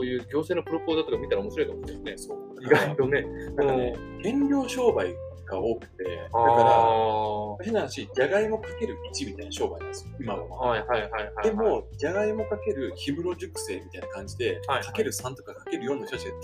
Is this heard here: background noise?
yes